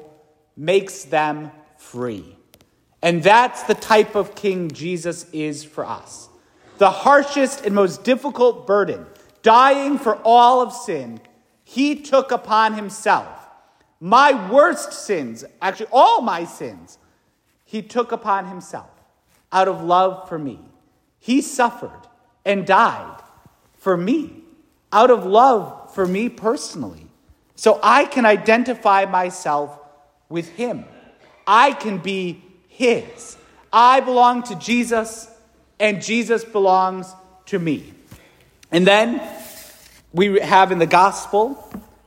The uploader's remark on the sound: St Francis Catholic parish homily preached